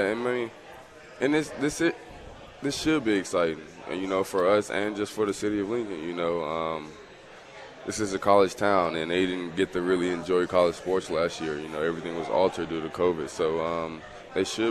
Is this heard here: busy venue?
yes